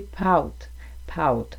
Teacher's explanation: le diphtongue est une élongation de la voyelle A